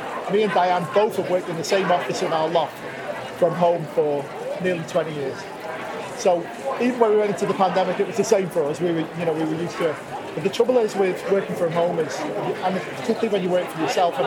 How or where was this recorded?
busy venue